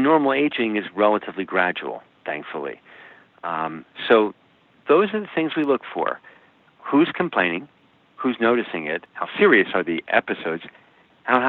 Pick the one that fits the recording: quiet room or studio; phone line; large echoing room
phone line